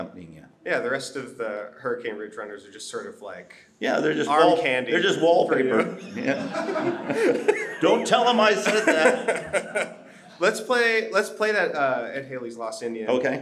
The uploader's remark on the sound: We recorded this last weekend at the Old Growth Old Time Festival in Seattle, WA.